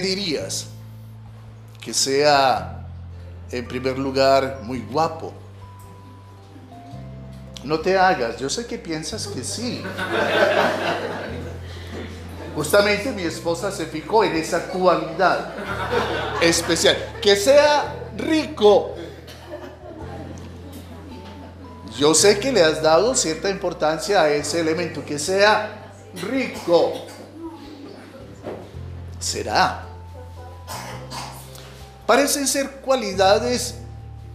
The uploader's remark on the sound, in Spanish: En este episodio grabado en vivo